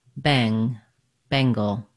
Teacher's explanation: Bang is long and gul is short. Letter N says the NG or ng sound.